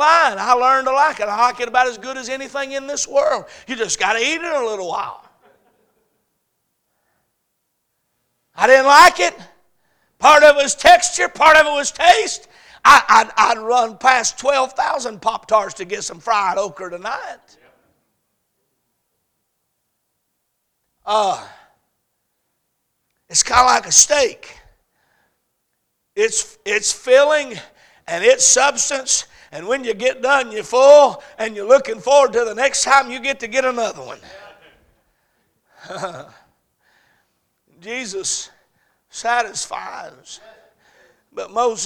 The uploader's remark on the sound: A message series preached at Crossroads Baptist Church. On Wednesday night.